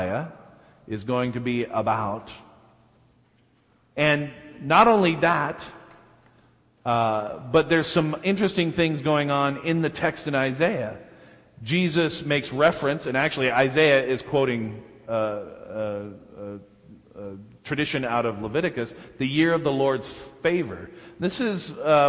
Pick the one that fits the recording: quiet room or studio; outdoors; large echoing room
large echoing room